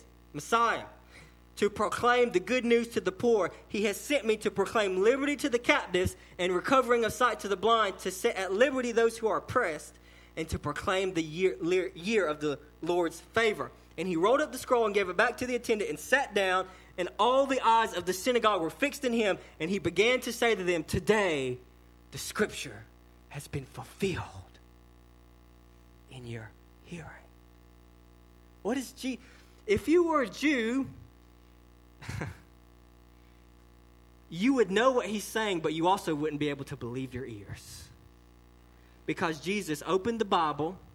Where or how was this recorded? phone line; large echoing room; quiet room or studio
large echoing room